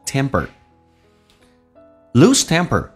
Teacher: temper 在美式发音当中 P 要浊化成 B 这个发音轻轻地卷下舌头